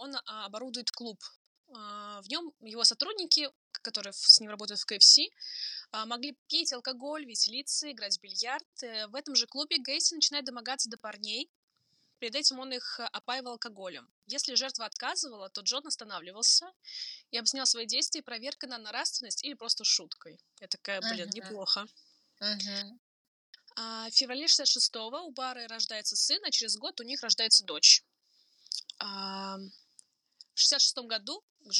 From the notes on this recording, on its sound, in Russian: В этот раз мы попробовали программу для записи подкаста и пребываем в ужасе от качества записи.